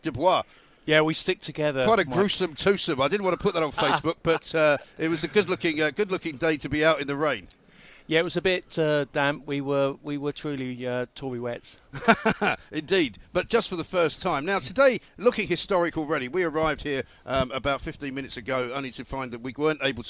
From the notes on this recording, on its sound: Live from College Green.